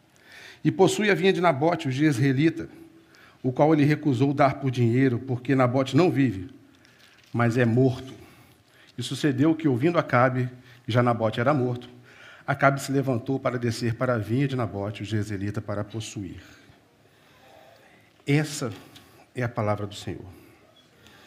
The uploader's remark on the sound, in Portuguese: Culto Celebração Manhã